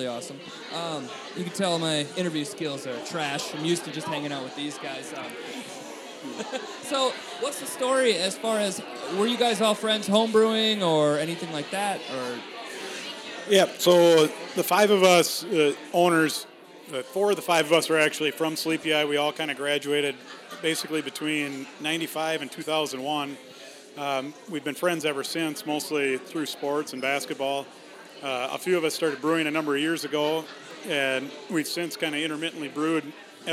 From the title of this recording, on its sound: Live At Sleepy Eye Brewing